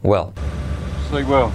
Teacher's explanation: Sleep well. Y letra clave al final, L, que casi no se escucha. No se dice well, sino well, ¿vale?